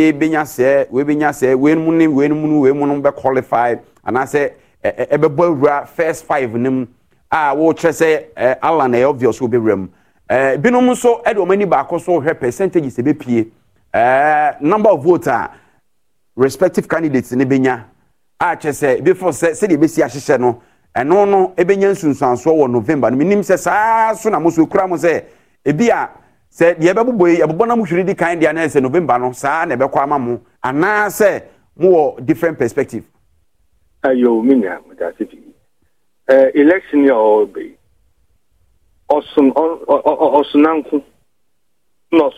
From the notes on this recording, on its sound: Interactive phone session with callers